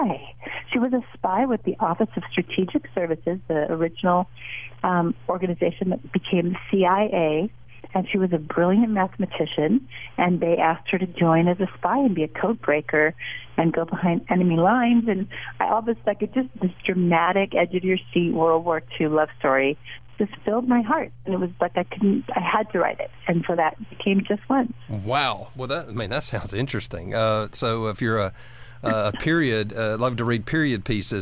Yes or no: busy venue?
no